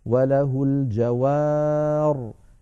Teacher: أيضا عندنا قوله تعالى في سورة الرحمن: وله الجوار المنشآت، وله الجوار المنشآت، أصلها الجواري بوزن الفواعل، فنقف عليها اضطرارا أو اختبارا وله الجوار، هكذا من غير ياء كما وصلنا